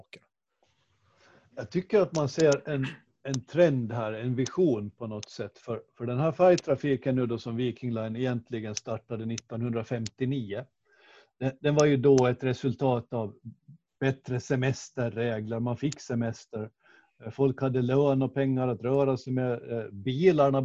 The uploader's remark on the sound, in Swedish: Avsnittet är inspelat genom Zoom, så ljudkvaliteten är lite sämre än vanligt.